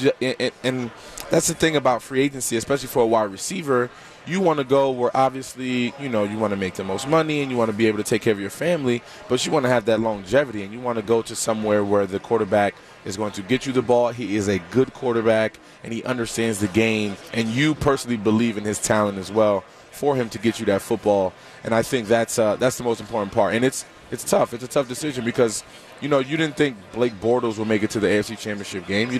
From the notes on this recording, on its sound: live from Radio Row all week